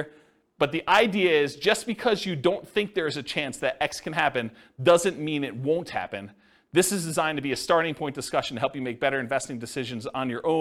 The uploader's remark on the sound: This was a live class recorded.